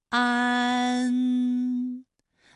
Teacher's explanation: 起点元音是前低不圆唇元音啊，舌尖抵住下齿背，舌位降到最低